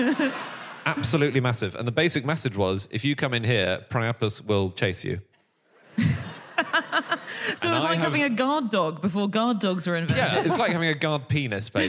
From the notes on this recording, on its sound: Live from Wimbledon